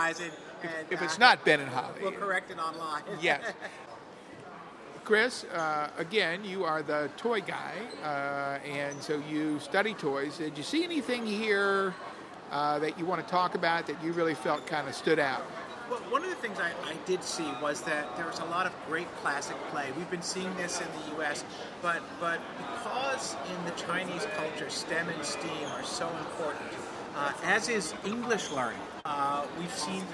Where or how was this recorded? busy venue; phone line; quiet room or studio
busy venue